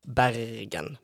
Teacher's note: We have like what we call skarr, which is I can't do the rolling R when I talk. So when I say Bergen, I can't do the rolly thing with my tongue.